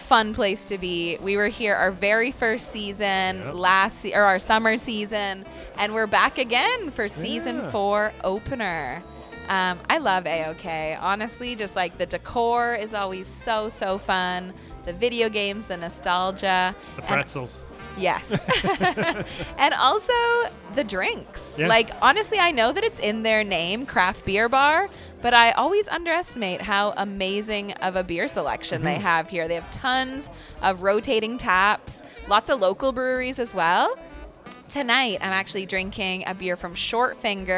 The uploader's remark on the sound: live from AOK craft beer bar and arcade in downtown Kitchener